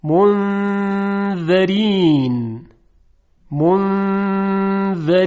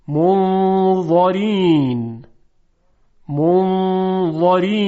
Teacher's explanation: خب هر دوی این حرف ها، یعنی ذال و ضا، از یک جا تلفظ میشن، اما حرف ذال صفت استفال و انفتاح داره، به همین خاطر صداش ظریف هست، اما حرف ضا صفت اطباق و استعلا داره و به همین خاطر دارای صدای درشت و مفخمی هست